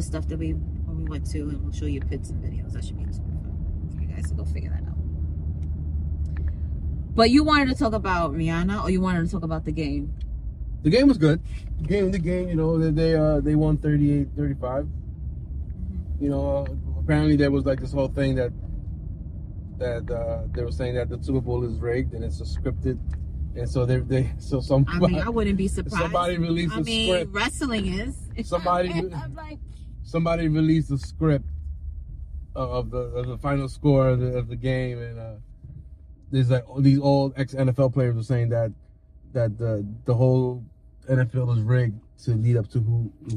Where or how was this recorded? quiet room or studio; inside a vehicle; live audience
inside a vehicle